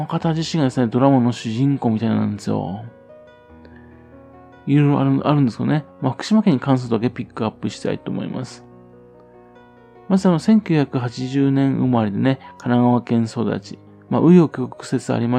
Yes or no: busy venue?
no